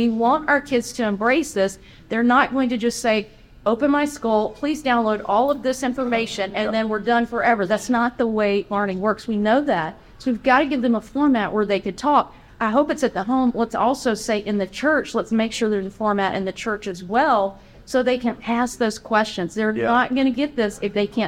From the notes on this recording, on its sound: We join a seminar hosted at General Conference.